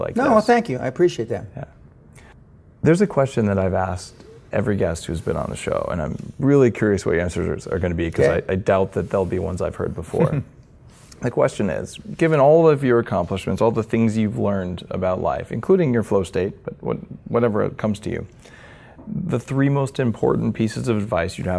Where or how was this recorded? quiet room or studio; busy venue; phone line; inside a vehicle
busy venue